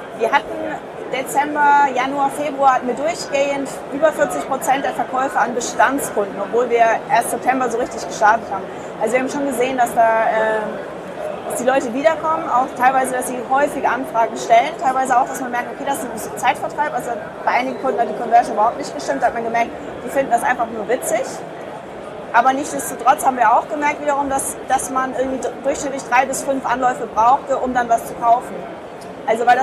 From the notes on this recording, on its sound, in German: Interview im Rahmen der DMEXCO 2016. Leider ist der Sound wieder etwas mau, wg. Der Hintergrundgeräusche bei der DMEXCO.